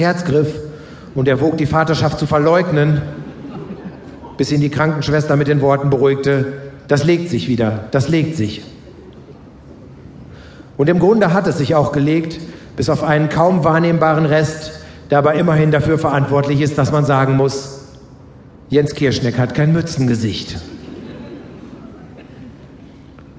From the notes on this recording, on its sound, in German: 11FREUNDE Lesereise - Live. September 2015 in Braunschweig aufgenommen.